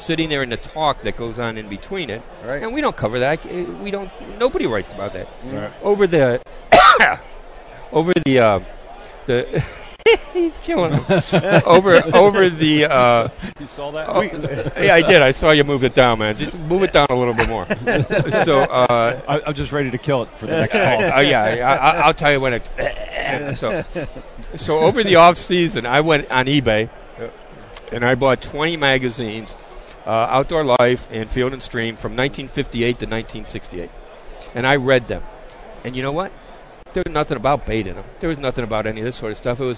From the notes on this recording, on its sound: Live from the 2018 Bassmaster Classic. Recorded at the Geico Bassmaster Classic.